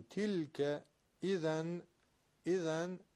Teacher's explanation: تنوینش رسیده به کاف، اخفاء میشه